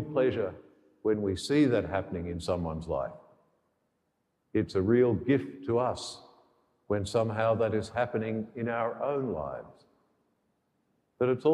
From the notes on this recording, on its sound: The homily for the 11th Sunday in Ordinary Time, Year B, from Sacred Heart Cathedral, Hamilton.